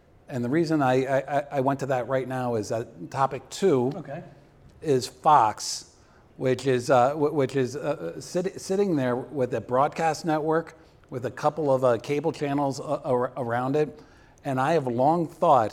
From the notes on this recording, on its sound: Co-hosted this podcast at SBJ’s Media Innovators conference in New York City. The live audience attending the late afternoon taping.